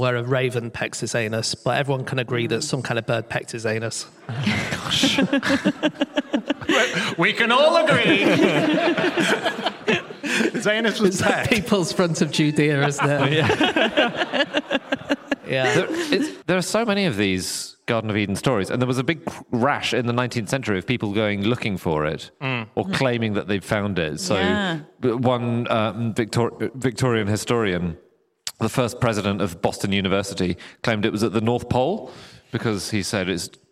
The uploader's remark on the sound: Live from Peterborough